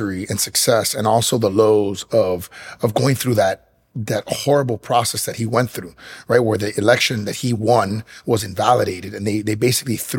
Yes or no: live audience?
no